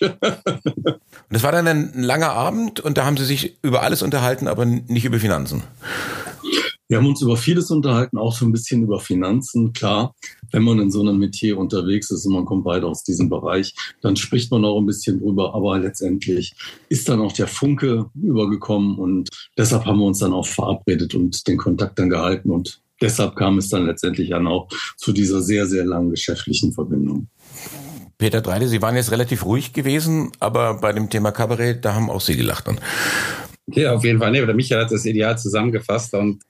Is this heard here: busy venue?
no